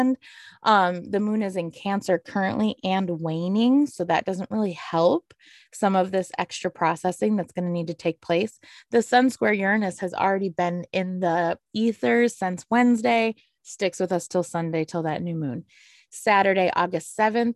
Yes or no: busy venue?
no